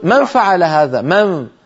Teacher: فينتقل من الميم إلى الفاء مباشرة، لكنه لا يطيل الغنة. إطالة الغنة من خصائص النص القرآني.